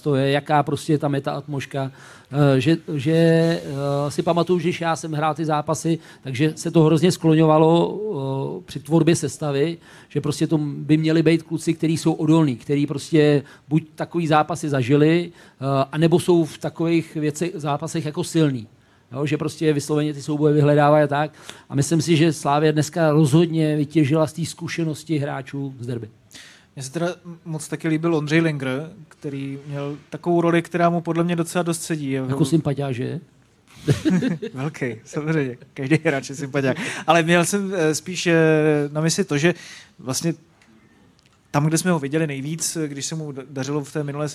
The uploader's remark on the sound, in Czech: První živé Studio iSport.cz před publikem ve Vinohradském pivovaru